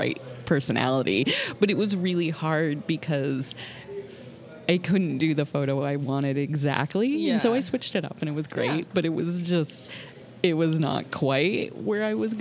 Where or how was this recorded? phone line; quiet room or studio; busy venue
busy venue